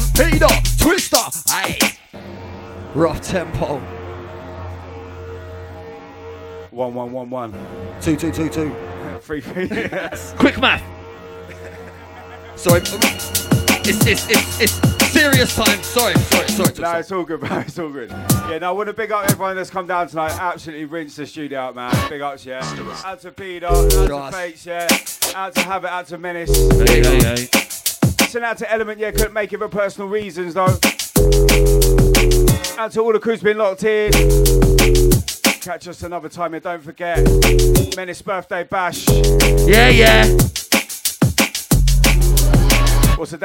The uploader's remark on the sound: Recorded live Rough Tempo - 30 Jan 2018